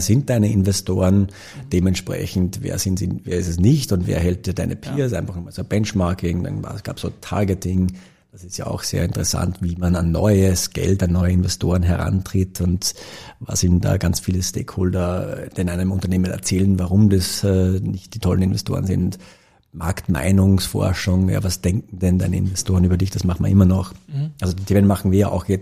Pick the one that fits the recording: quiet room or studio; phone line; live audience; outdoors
quiet room or studio